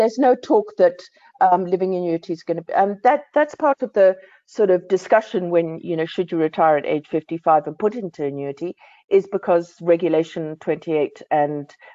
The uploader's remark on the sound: BizNews Finance Friday webinar